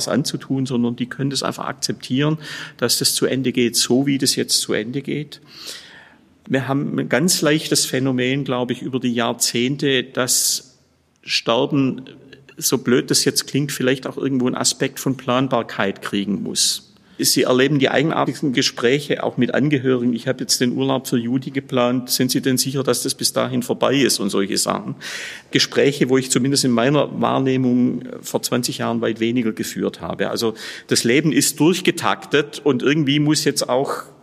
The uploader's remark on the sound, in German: In der Kapelle des Trinitatisfriedhofs Dresden.